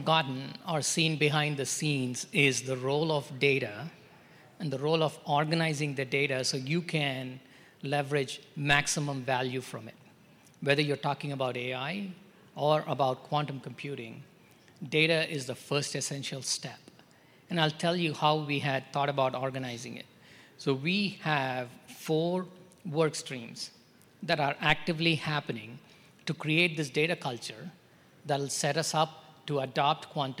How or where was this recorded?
busy venue